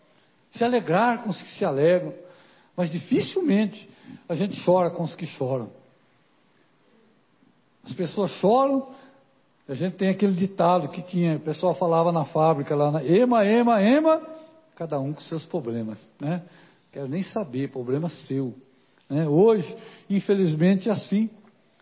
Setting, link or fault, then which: setting, large echoing room